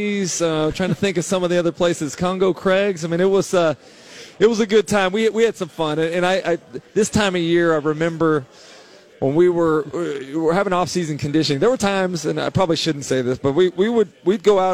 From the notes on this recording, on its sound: live from SEC Media Days